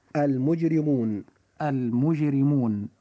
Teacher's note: كلمة المجرمون حرف الراء جاء فيها مكسورا فوجب ترقيقه